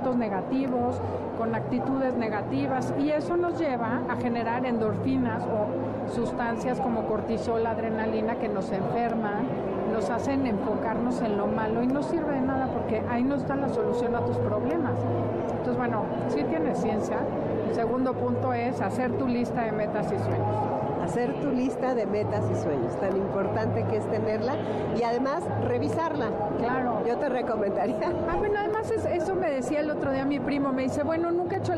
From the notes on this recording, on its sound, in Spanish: Transmisión especial desde el Festival del Adulto Mayor. En el marco del Festival del Adulto Mayor, que reunió a los mejores expositores de bienestar y salud.